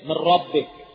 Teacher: الثاني بغير غنة يسمى كاملا وله حرفان الراء واللام، مثل من ربك، فأدغم النون في الراء وأشدد حرف الراء لكن لا أغنها، لا أصف عليها بمنظر حركتين، فأقول من ربك.